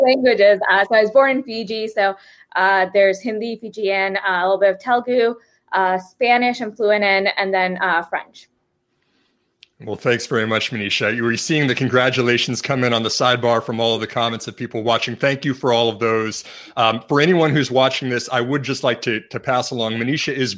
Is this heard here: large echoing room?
no